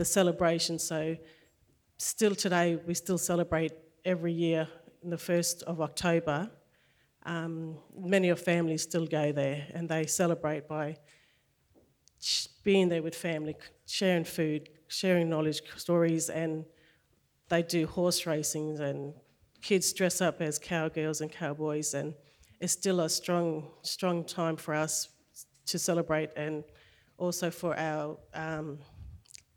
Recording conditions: live audience